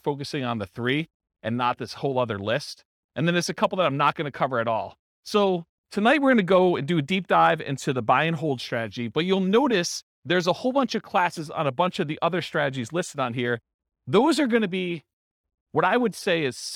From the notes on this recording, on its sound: This was a live class recorded